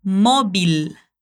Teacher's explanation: o V tem som de B e o L no final é bem pronunciado